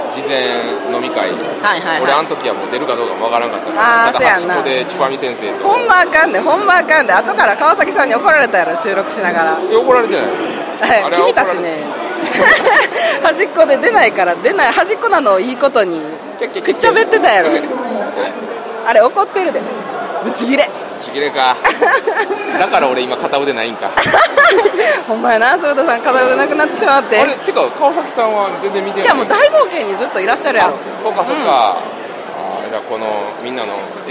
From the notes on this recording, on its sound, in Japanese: 第5回ボードゲームフリーマーケット in 新大阪｣に遊びに行ってきました！歩いて収録しました！